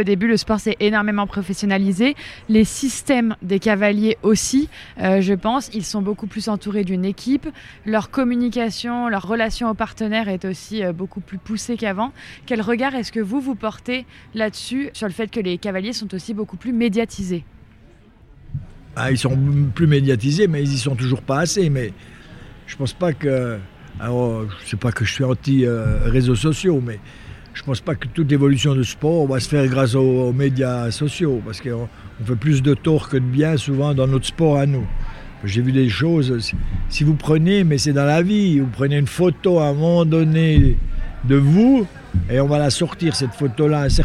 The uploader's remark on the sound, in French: En immersion au Concours Hippique International de Genève. Table ronde sur l'évolution du sport.